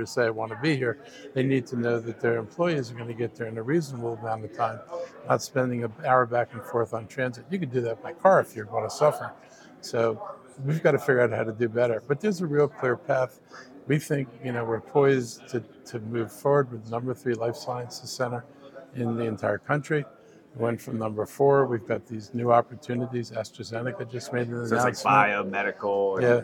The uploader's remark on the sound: at the Winter Maryland Association of Counties Conference